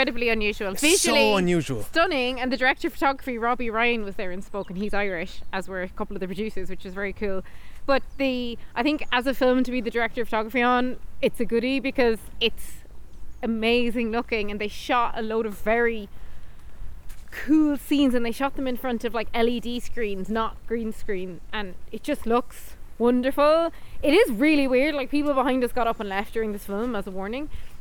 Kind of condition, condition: setting, outdoors